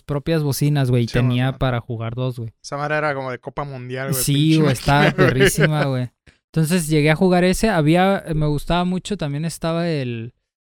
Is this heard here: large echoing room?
no